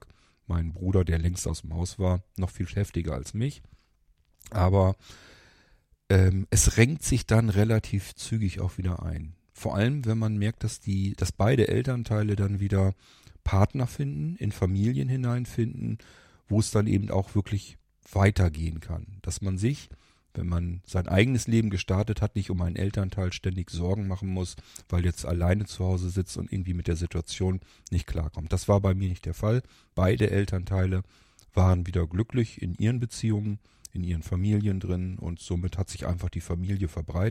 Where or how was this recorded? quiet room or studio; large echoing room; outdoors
quiet room or studio